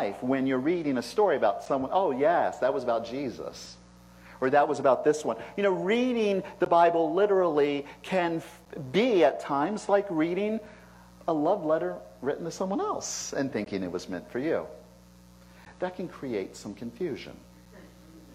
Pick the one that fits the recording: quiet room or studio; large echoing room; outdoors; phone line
large echoing room